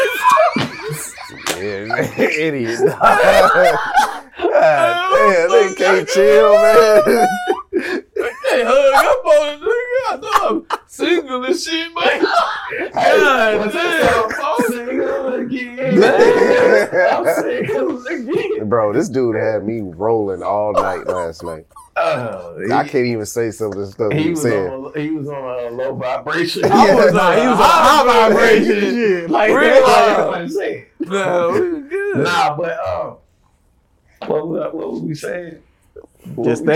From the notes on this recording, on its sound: Excuse the poor audio, new mics failed us!